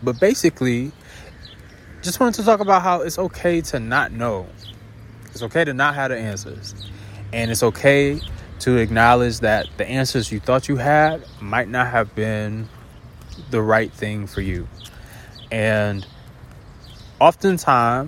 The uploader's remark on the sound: Today I decided to walk and talk.